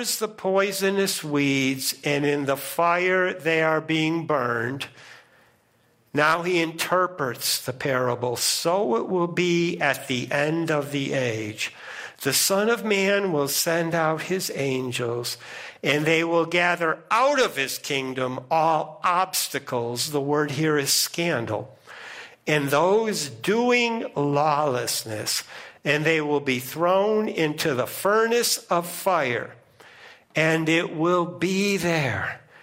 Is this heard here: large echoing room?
yes